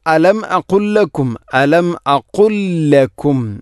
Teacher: അപ്പോൾ ഇത് ഖാമുതമാസിലേൻ, ലാമിനെ അടുത്ത ലാമിലേക്ക് കൂട്ടിലയിപ്പിക്കണം